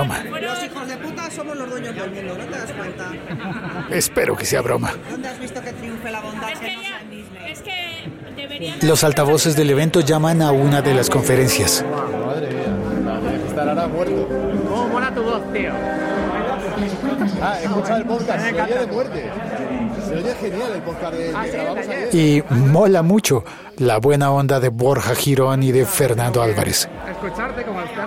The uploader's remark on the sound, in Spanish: Un episodio pódcast grabado en sonido binaural, por las calles de Madrid, de camino a las Jornadas de Podcasting de España.